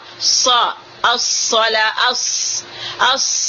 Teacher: Kalau kita seandainya bukan karena safir itu, tidak akan jelas suara huruf sad ini. Kalau kita mengatakan as, gitu aja tidak berarti, tapi harus dikeluarkan safirnya.